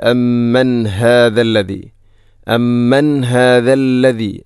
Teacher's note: 21-ാമത്തെ ആയത്തിൽ അമ്മൻ ഹാദല്ലദീ, അമ്മൻ ഹാദല്ലദീ. ഇവിടെ അമ്മൻ ശേഷം ഹാഇൻ്റെ ശബ്ദം കൃത്യമായിരിക്കണം, തൊണ്ടയുടെ ഏറ്റവും അടിഭാഗം